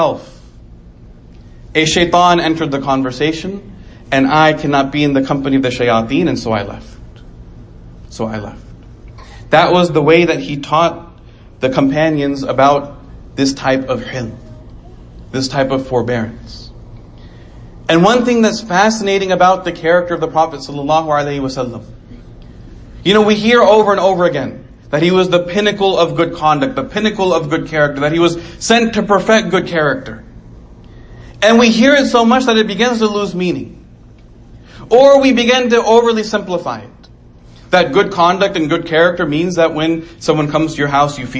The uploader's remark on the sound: Islamic Center of Coppell.